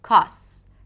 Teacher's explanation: the word cost may sound like cos, right? Dropping the T at the end.